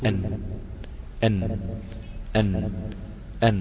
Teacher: وانت بتقول الحرف لسانك ارتفع، التصق التصاق كامل بمنطقة اصول الثنايا اللي هي منبت الاسنان يعني، فقفل المنطقة، فوضع طبيعي ان الهواء اللي جاي مندفع من الداخل او الصوت اللي جاي مندفع من الداخل رايح عشان يخرج، لقى بسلامتك قافل المنطقة بلسانك، فعمل ايه؟ · Term: حرف النون